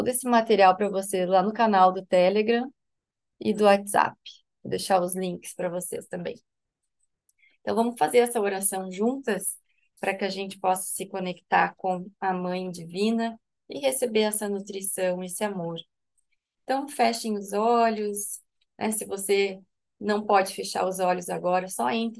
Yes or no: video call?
yes